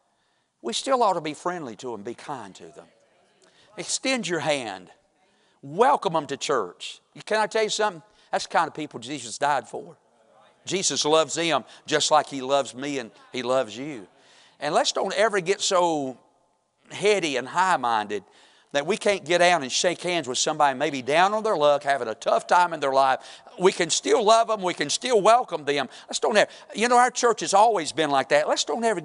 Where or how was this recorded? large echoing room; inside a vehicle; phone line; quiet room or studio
large echoing room